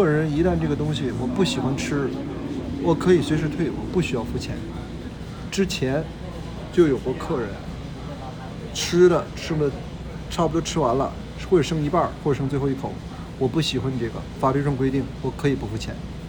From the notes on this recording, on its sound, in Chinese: Phoenix烧烤店烟雾弥漫。我们选了一个店里人少的时候。一边录音，他也一边服务客人。